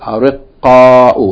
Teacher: Ariqqa'u, but the vowel from the first qaf is transferred to the ra and then it's merged with the second qaf, so you get ariqqa.